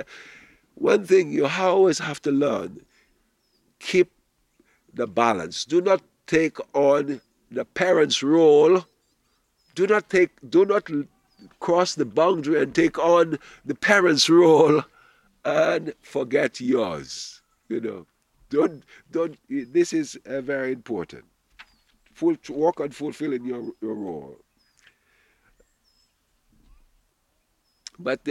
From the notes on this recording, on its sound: Audio from a sermon in Watford Peace Garden